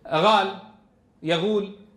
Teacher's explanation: من القبائل من كان يقلب القاف غينا، كما يفعل إخواننا في السودان، القاف السودانية غال يغول، فهذه قلب القاف غينا من الحروف العربية غير الفصيحة، هي من الحروف الفرعية ولكنها كانت مستشنعة في اللفظ عند القبائل العربية التي هي في لب الجزيرة.